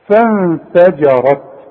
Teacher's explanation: ما هي الفه دي مرققة والفه دي مرققة والجيم مرققة، الراء هي اللي ايه مفخمة